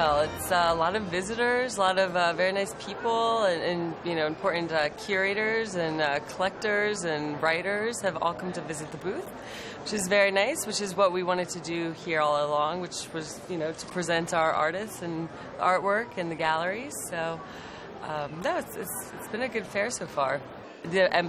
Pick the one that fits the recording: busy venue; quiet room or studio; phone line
busy venue